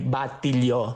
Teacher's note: O sigui, en paraules com Batlló, la casa Batlló, nosaltres tenim aquest costum de dir batilló, o posar una I després · Term: pronunciació de la T